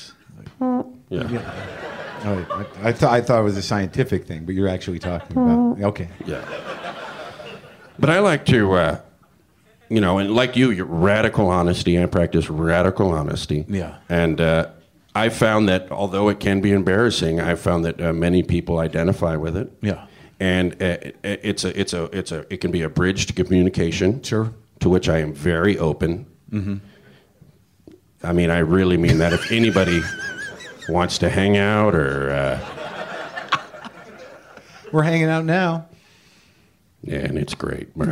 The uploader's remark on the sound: live WTF crowd